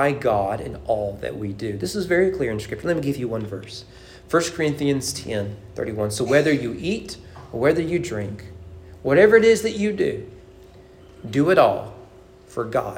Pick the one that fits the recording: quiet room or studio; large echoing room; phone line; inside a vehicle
large echoing room